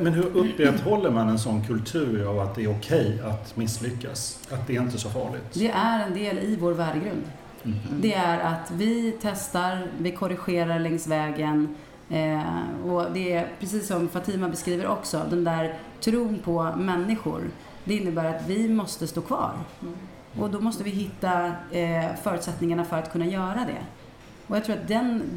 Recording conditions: busy venue